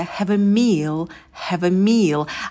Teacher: в слове meal можно подольше посидеть на звуке м, потянуть его. И далее долгий и, такая звуковая волна и.